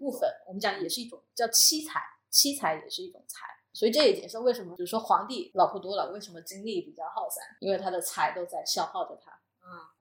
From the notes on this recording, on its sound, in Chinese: 这期音质在后期上做了点努力，但前期收音上确实比较差强人意，后续咱会在硬件上做做努力。